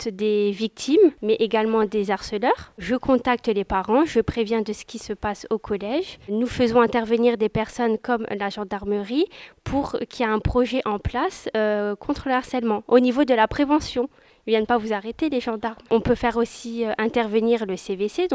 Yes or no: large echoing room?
no